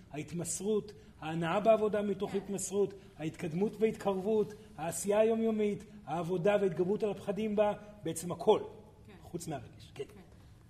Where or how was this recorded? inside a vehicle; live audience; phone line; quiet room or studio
live audience